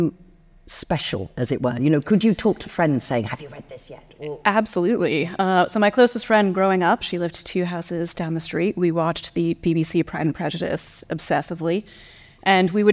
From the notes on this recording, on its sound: In this episode, which was originally recorded as a live event.